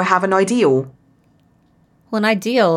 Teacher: for my original accent where I'm from in Somerset, they add an L on the end